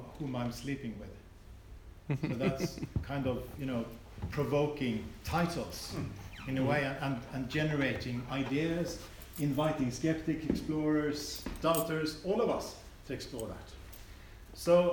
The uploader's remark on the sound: keynote lecture from the Veritas Research Symposium at Gimlekollen College, NLA University, October 2019